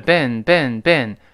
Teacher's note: 美国人这个发音特殊，它不是发一这个长音，而是发短音